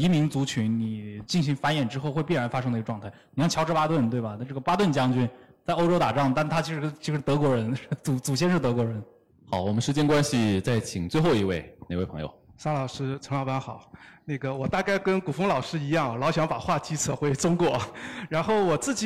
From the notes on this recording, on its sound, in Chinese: 在杭州单向空间举办的《昭和风，平成雨》分享活动的现场录音